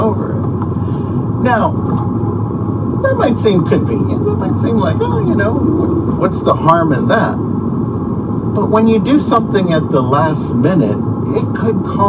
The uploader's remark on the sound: The re-recorded audio has somewhat loud background noise. Please excuse the sound as I was in my car driving to work when I did this.